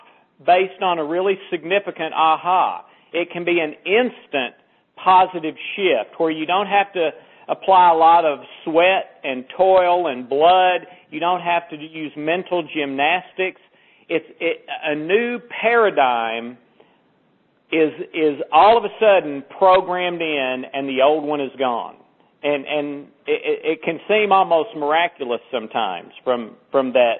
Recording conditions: phone line